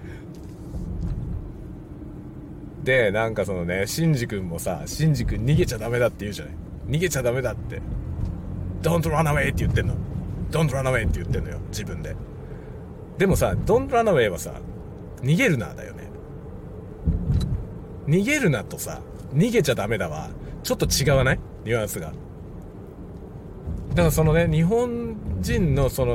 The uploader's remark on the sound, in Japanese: 朝からドライブ雑談。車を運転しながらいろいろ話しています。使用マイク：ZOOM M3 MicTrak ポスト処理：CUBASE Elements 13。